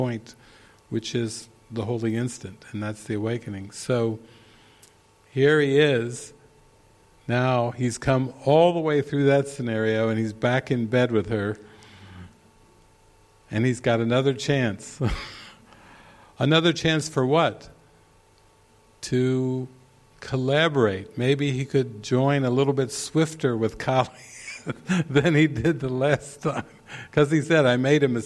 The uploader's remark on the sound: This session was recorded during the Into the Kingdom retreat in the evening of October 10, 2019, at the Castle De Berckt in Holland.